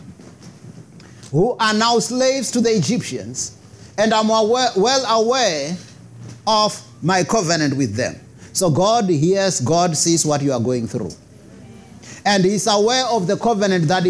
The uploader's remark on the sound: preached at Jesus the Saviour Church, 185 Bobs Way, Eersterivier, Cape Town on 14 May 2023